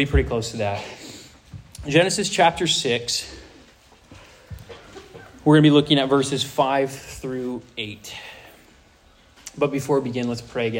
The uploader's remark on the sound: This sermon was preached to a Senior High audience